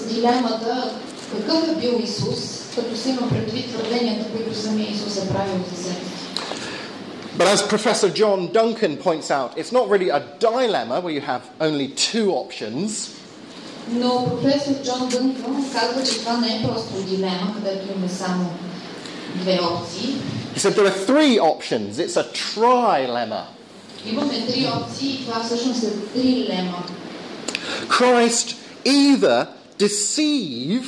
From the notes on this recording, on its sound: Lecture at the Regional Archaeological Museum, Plovdiv, Bulgaria